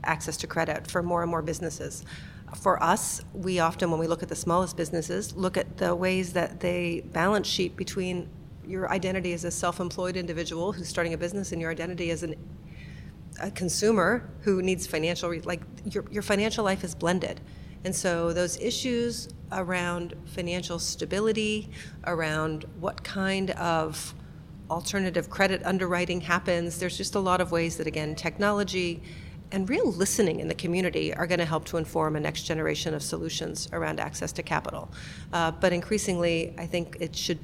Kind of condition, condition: setting, busy venue